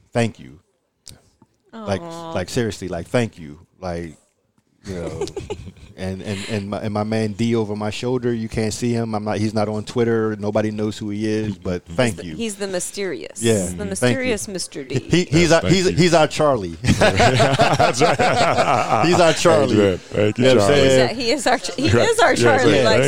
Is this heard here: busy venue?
yes